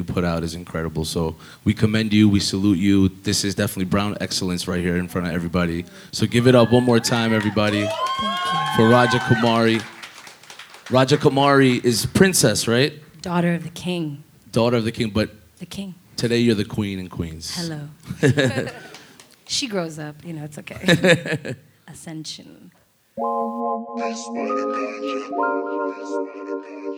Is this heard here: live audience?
yes